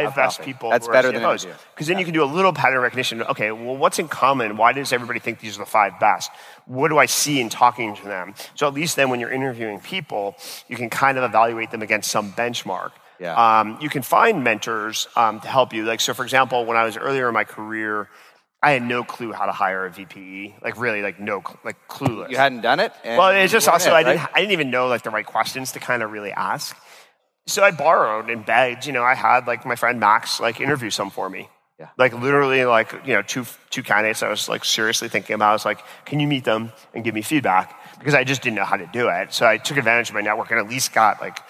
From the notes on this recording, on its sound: This episode was recorded at Saastr Annual 2016